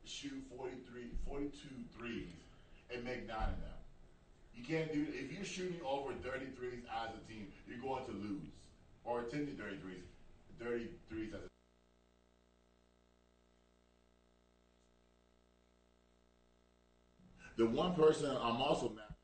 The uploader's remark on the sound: Sorry guys there was audio issues for the first 20 minutes of the show.